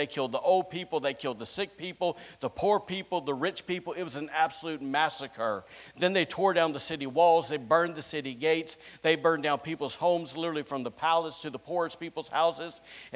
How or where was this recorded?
live audience